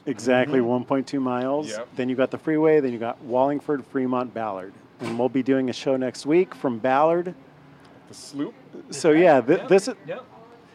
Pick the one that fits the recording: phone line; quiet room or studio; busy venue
busy venue